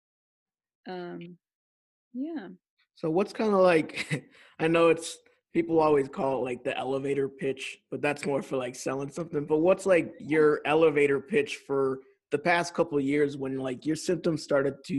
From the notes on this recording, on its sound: catch up over Zoom